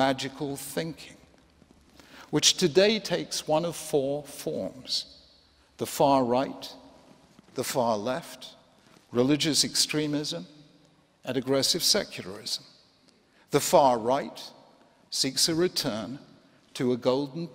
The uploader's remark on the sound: 2016 Templeton Prize Ceremony